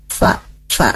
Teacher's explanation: Nah itu bukan sa aja tapi sa ya, sa. Jadi pangkal lidahnya ke bawah gusi, sa, sa ke bawah gigi atas. · Term: huruf sa